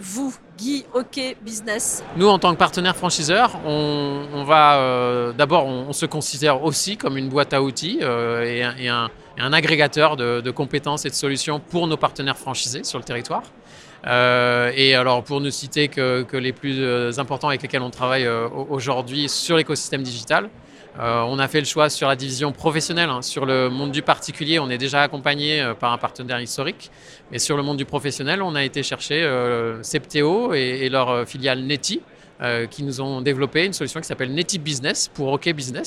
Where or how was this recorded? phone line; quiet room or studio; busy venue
busy venue